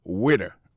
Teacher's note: accent tombé sous le premier syllabe là